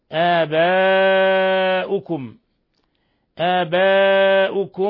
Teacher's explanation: ومد متصل يمد من 4 إلى 5 حركات